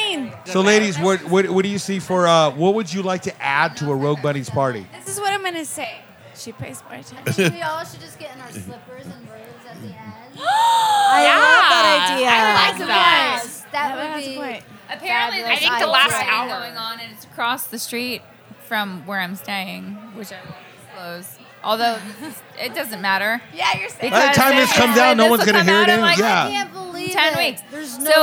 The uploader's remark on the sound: Our final recording from the Rogue Bunnies Mansion 2.0 Party, from Vegas back in September. This episode was recorded after 2a (the party started at 8:30p).